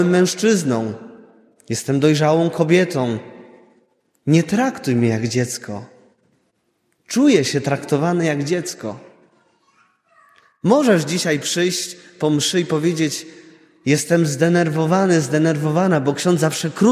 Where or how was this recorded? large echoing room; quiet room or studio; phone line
large echoing room